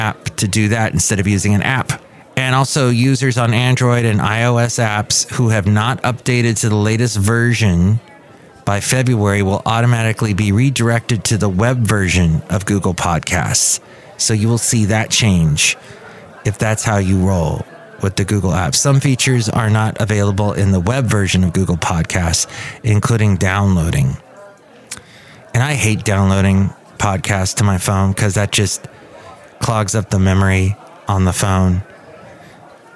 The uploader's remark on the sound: podcasts live from Café Anyway